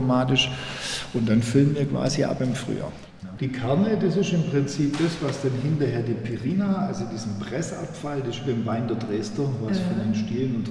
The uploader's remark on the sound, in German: Aufgenommen in einer Steinmühle/Thalames-Mani-Peloponnes, September 2020.